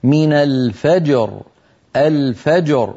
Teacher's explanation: فننطق الجيم ساكنة مقلقلة وكذلك الراء